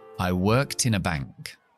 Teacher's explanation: Incluso enlazo la N con la A. · Term: enlazamiento